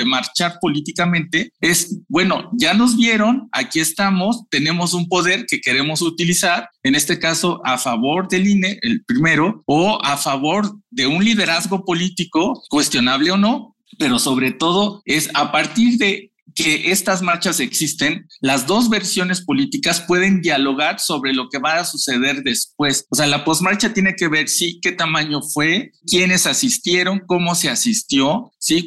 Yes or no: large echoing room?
no